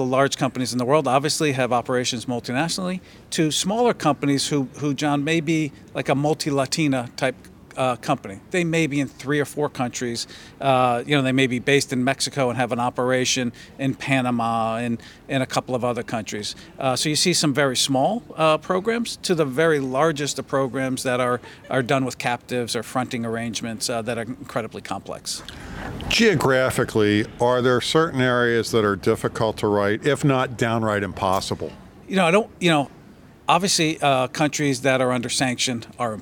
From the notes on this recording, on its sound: at Riskworld, the RIMS 2023 annual conference